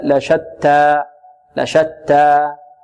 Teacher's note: شتى مقدار حركتين لا نقف عليها بهمزة، وكذلك لا نقللها، لا نقول لشتى، شتى، لا، لشتى، لشتى.